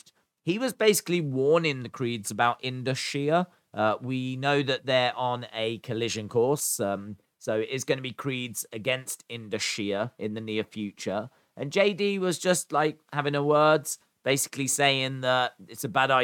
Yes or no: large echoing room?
no